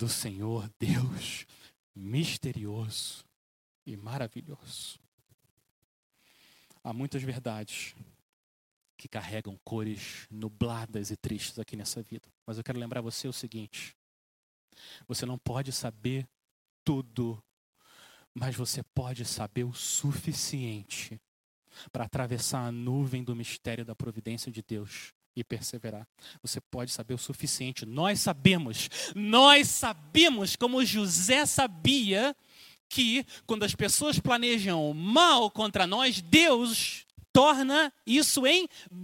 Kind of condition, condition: setting, large echoing room